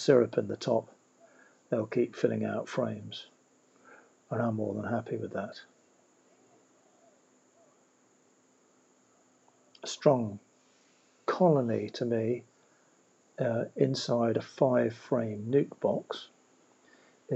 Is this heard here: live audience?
no